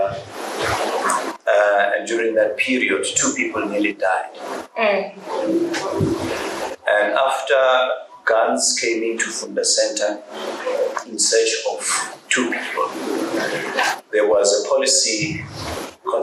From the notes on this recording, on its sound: The Funda Centre. The following is the unedited recording of the panel discussion/ round table/ mic in the middle moment.